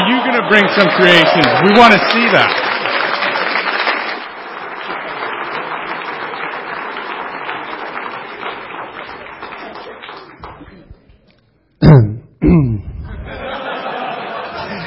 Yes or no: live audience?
yes